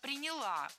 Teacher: Ударение в этом глаголе ставим на окончание.